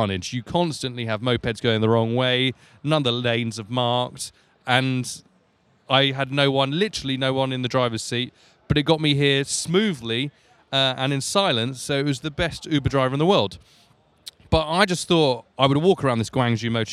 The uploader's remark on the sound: Live From The Guangzhou Autoshow